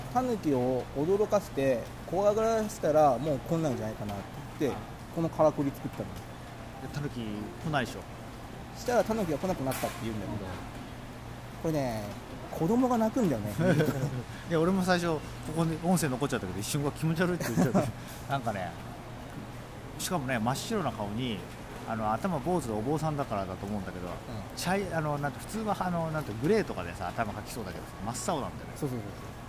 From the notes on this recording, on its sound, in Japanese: 三重県四日市。野外収録に臨みます。